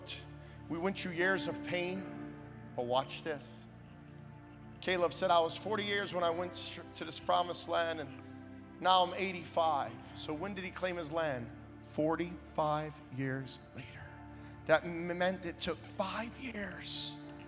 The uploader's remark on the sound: Recorded in Hollywood, FL at Kingdom Of GOD Ministries on 03/09/2023